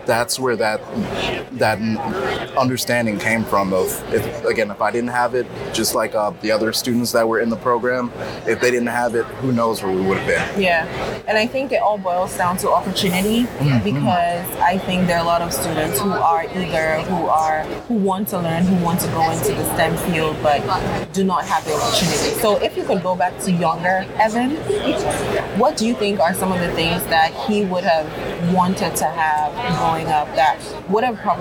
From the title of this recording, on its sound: Live at ANTEC® 2022